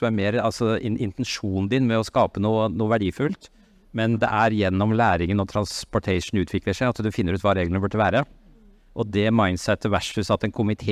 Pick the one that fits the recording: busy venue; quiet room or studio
busy venue